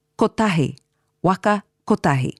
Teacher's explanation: It's at kotahi, where sometimes a long sound is added where it isn't needed, so it sounds like kotahi. But kotahi, with no long vowel sound, is correct.